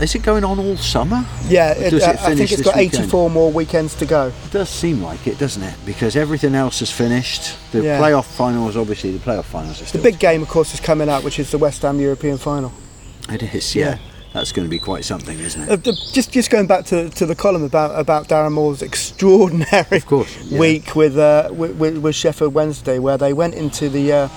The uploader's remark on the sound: Sitting outside in the sunshine in Babbacombe while the birds sing their songs around them. With added birdies, of course.